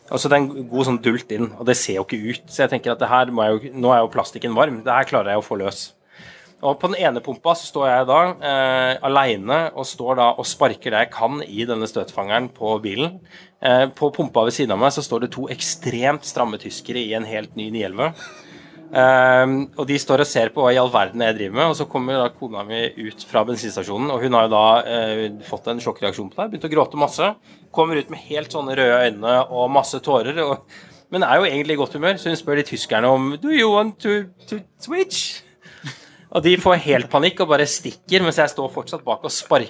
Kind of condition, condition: setting, busy venue